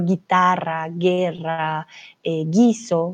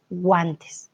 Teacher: cuando tenemos la A, G, U, A, con la vocal A, sí pronunciamos la U · Shown in: second take · Por eso aquí decimos guantes, ¿vale?